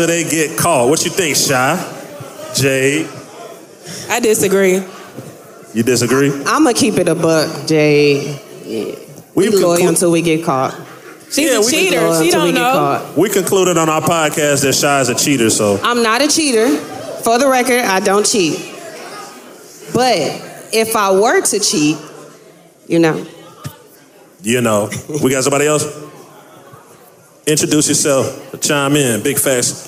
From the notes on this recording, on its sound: Live from the Buckhead Theatre in Atlanta, GA.